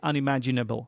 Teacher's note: The syllable ma is stressed.